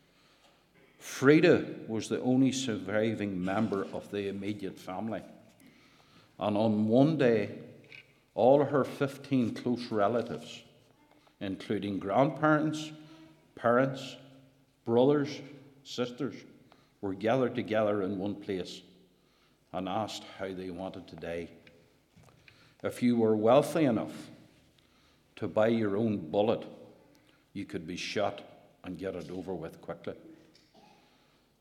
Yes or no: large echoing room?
yes